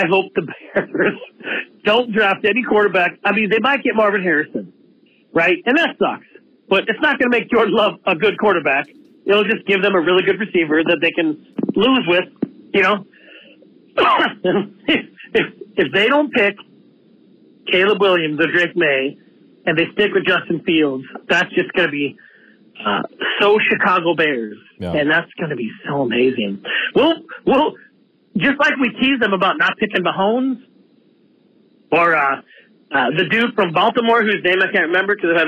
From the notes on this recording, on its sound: Fans call in with their passionate reactions